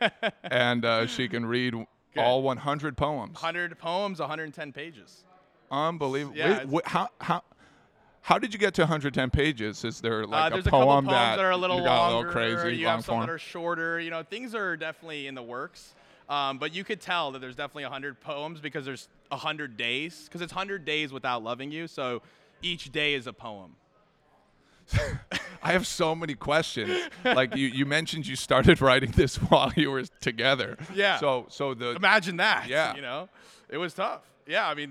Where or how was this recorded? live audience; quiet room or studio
live audience